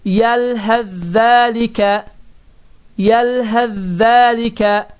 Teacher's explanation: fə hərfi yazıda olsa belə tələffüzdə tələffüz olunmur